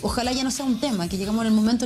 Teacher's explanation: La variedad chilena tiene otra variante significativa que es la entonación en un tono medio elevado y una cadencia con frecuencias más altas